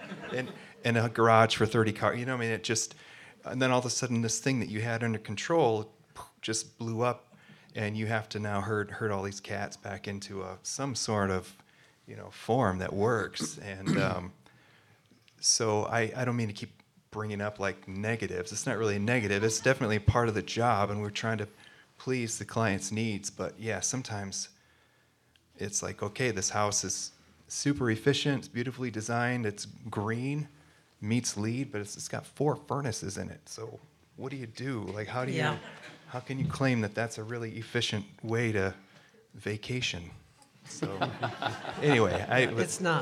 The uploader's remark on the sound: The production was recorded on October 17, 2023, at The Alluvion in Traverse City